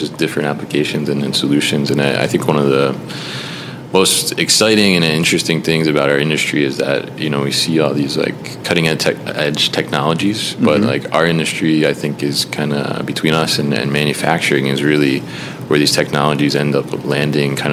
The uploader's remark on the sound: recorded at the Warehousing Education and Research Council (WERC) Conference 2023